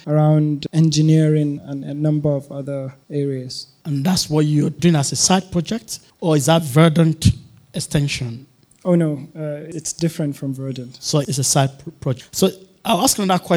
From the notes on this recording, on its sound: This was a live podcast with an audience.